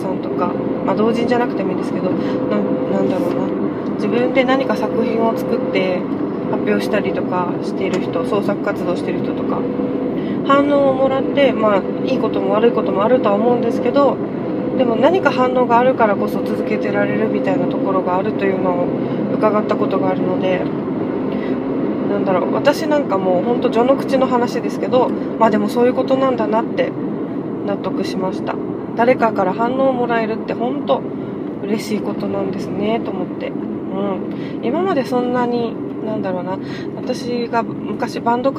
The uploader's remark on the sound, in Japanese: 初めての収録、、、車の中で録音したのでところどころうるさいです。